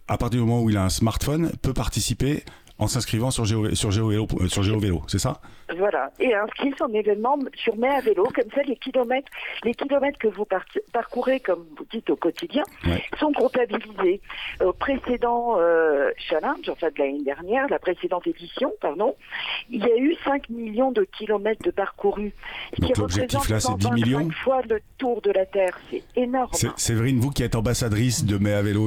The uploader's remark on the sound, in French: En plateau En studio. Et au téléphone.